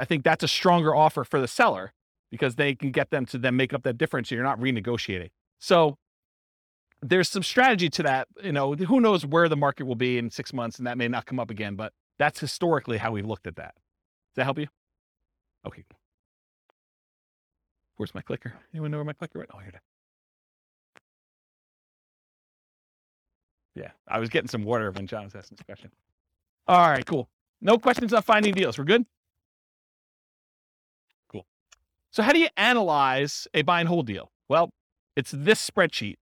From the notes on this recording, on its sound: This was a live class recorded